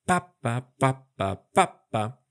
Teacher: se forma de solamente dos sílabas, una acentuada y otra débil, se llama trocaico